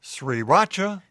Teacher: The name, you say sriracha, is pronounced like Sri Lanka, with the accent on the first syllable, with a rising tone like asking a question